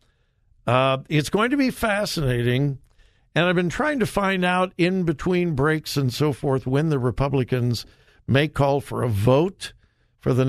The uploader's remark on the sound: Open Phone Friday